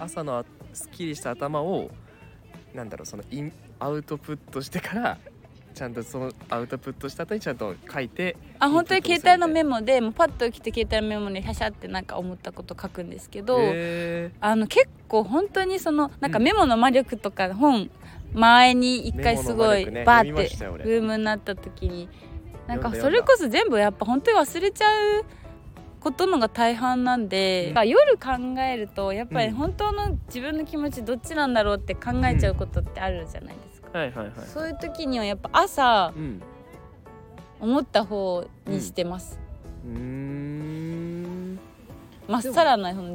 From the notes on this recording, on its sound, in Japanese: 休日昼間の公園で録ったため、平和で楽しい音声がバックミュージックとなっています